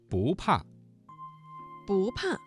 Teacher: 不怕这个词当中的不字在四声前要变成二声